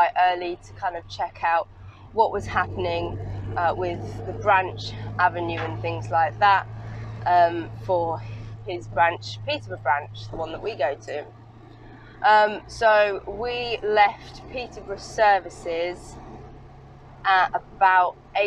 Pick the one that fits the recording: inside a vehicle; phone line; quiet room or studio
inside a vehicle